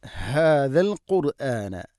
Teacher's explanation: ഹാദ തൊണ്ടയുടെ താഴെ ഭാഗമാണ്, ഹാന്റെ മഖ്റജ് ശ്രദ്ധിച്ചുകൊണ്ട് അത് ഉച്ചരിക്കണം